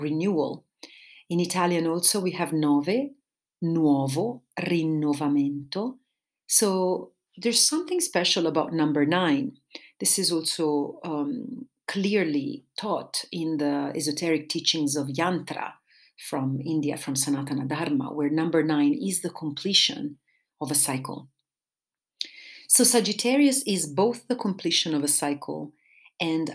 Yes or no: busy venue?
no